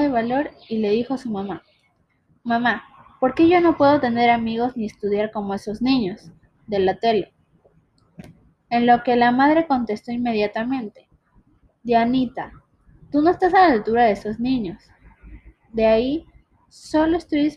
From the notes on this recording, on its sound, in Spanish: pido unas disculpas por el audio y las cortadas